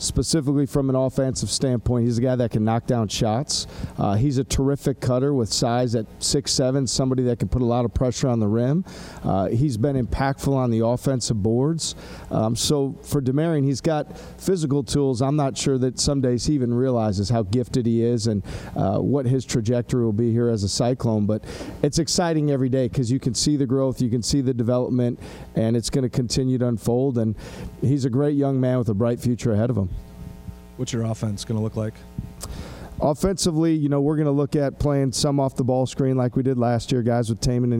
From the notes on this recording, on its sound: media day press conference